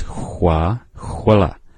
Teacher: Same as h, but rounded lips.